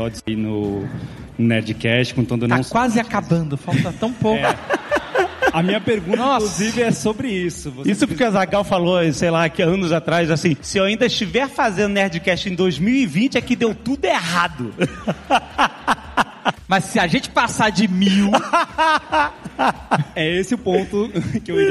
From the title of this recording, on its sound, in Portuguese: Ao vivo no Spotify Podcast Festival